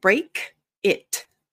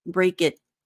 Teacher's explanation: So the trick is you need to have the tongue in the T position, but you're not going to do the air · Shown in: second take · So instead of break it, just leave your tongue there, break it.